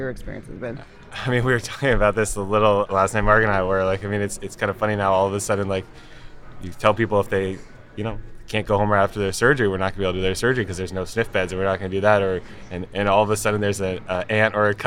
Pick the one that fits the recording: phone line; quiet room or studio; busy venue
busy venue